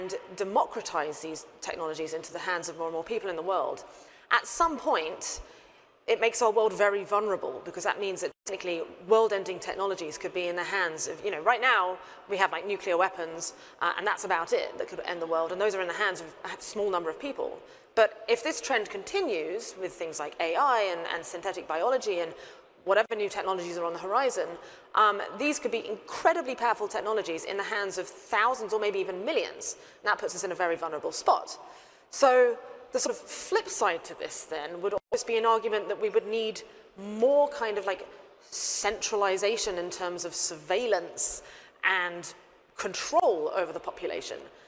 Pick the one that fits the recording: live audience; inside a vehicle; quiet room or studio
live audience